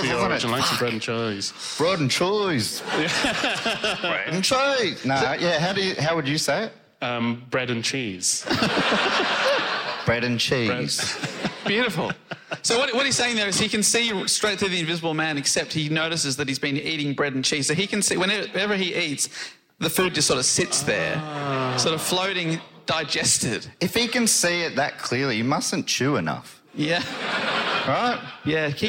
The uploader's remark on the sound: Recorded live in London.